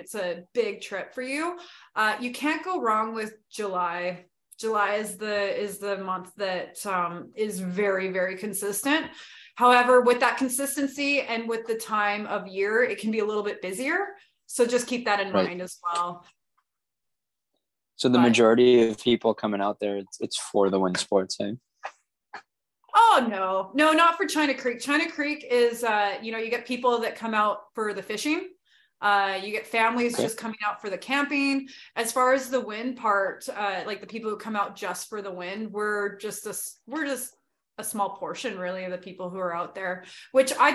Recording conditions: video call